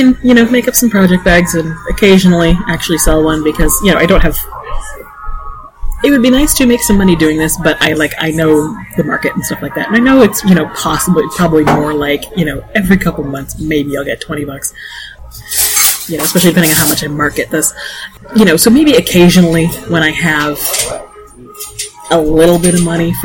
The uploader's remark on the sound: The audio on this one is…not great. Unfortunately we had to choose between recording in the cafe where we have knit night or not recording for two weeks over the holidays.